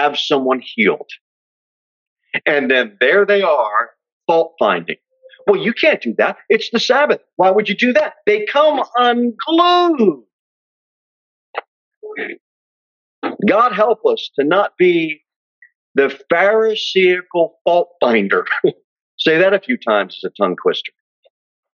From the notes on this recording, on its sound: Sermon delivered at Pilgrim Baptist Church. Jere Whitson Rd. Pilgrim Baptist Church is a bible-believing, independent Baptist church.